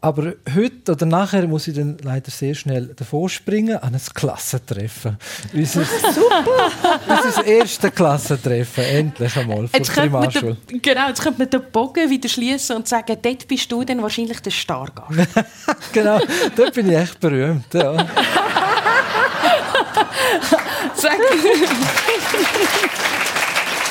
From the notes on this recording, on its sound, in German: März 2024 live mit Publikum aus dem Werdenberger Kleintheater Fabriggli in Buchs/St.